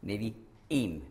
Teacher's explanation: Dieser Strich nach dem I, Nevi'im, das ist, deutet den Knacklaut an. Nevi'im, merkt man, es knackt vor dem I.